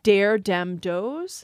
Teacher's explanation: that D instead of what we think of as a TH